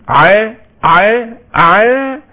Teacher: إنما على كل، عندما أقول عا يبقى هنا في جهر، يعني حبس صوت. إذن العين تتميز أنها فيها حبس صوت · Term: الجهر